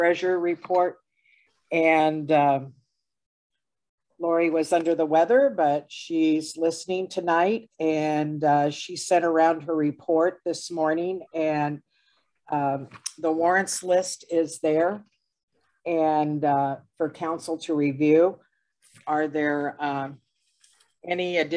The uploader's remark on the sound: Was held on Zoom due to the pandemic.